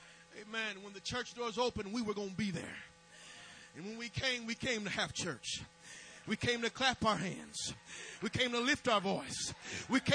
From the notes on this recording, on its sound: May have to listen with headphones due to low volume recording audio